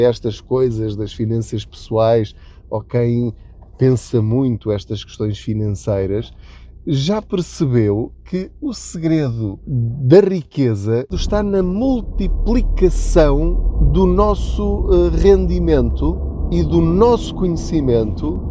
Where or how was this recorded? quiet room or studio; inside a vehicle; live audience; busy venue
inside a vehicle